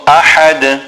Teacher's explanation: the ha is a big ha which must be pronounced from the center of the throat. And then we will have qalqala at the end because we have the ha joining to the dal.